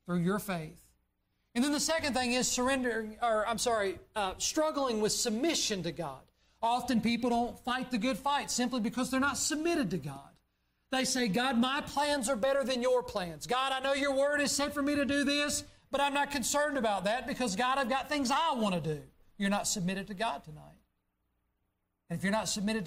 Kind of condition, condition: setting, large echoing room